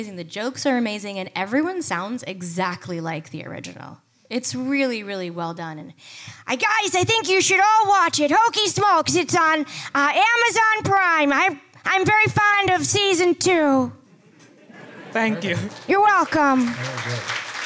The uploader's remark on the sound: As we tend to do - we present one of our classic live comic con panels. Live onstage at Rhode Island Comic Con.